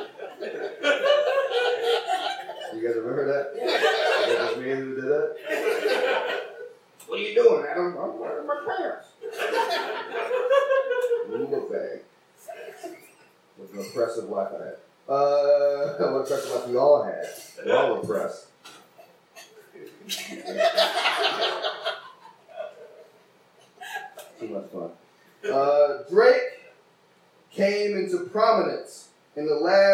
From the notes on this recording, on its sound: Took over hosting duties and recorded the show with her phone. The quality isn't great, we admit.